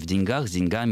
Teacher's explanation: с 20 века ударение слова «деньги» переместилось в другую, скажем так, парадигму акцентологическую, и ударным становится окончание «в деньгах», «с деньгами» и так далее.